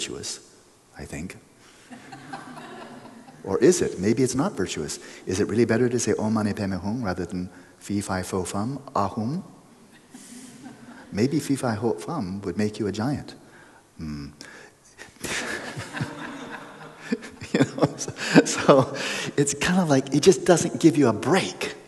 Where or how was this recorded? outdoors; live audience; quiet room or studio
live audience